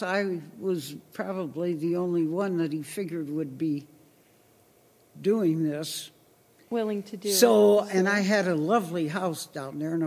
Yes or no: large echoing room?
yes